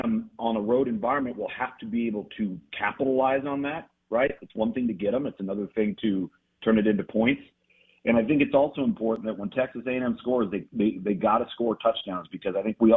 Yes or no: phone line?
yes